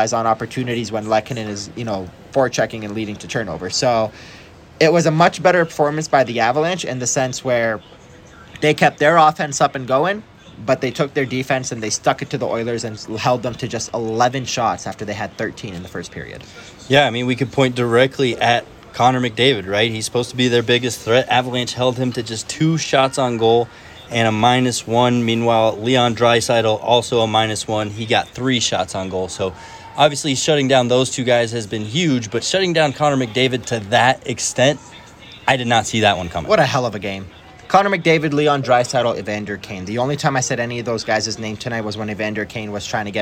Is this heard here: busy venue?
yes